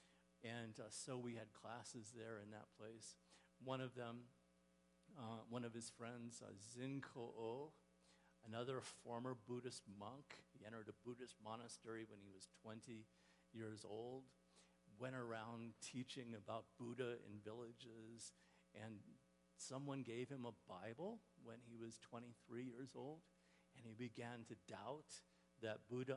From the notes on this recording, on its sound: Woodland Life Church Live.